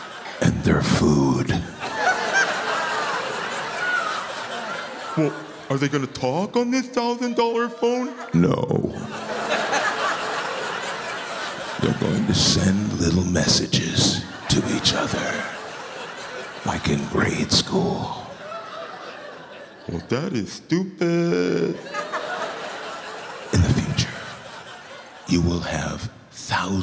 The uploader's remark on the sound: Live at the South Point Casino